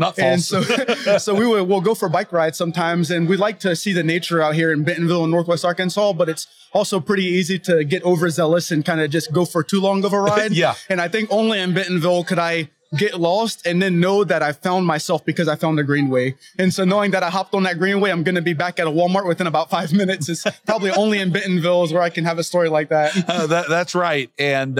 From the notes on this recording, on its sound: 2023 NWA Tech Summit Live. Featuring live-recorded conversations at the 2023 Northwest Arkansas Technology Summit with the thinkers and doers shaping the future of global tech in Bentonville.